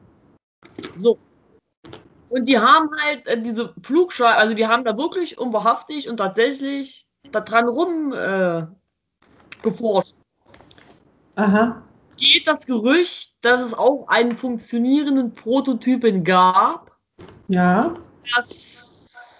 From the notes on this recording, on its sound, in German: Meine Schwester und ich skypen.